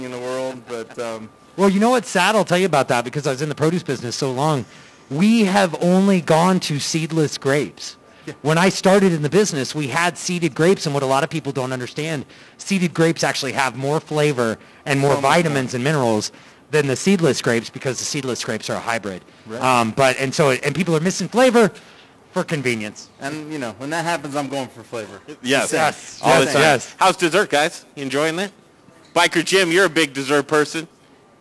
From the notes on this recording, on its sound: Night two of the Fall Dinner Series. Cooking live from Logan Street Denver and Carboy Winery tonight!